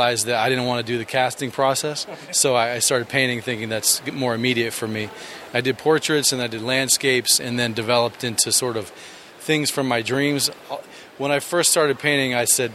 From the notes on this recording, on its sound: play some interviews from the convention floor